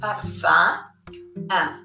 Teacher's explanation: UN, UM ci danno quel suono intermedio tra la O e la E nasalizzati